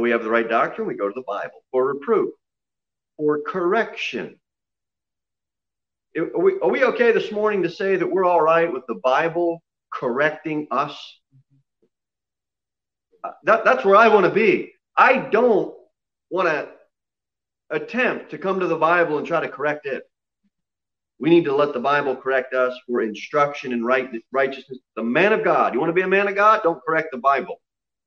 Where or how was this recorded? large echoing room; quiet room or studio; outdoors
large echoing room